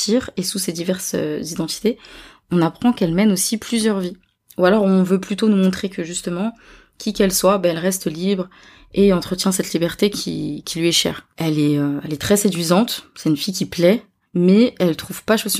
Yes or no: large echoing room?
no